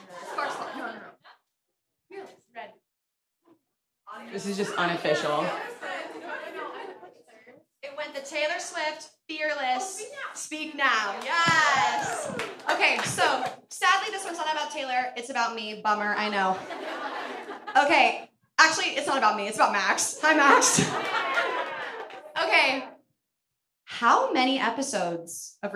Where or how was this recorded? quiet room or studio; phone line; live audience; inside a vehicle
live audience